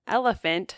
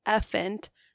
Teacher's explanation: They are deleting that weak syllable in the middle there. · Shown in: second take · Term: weak syllable deletion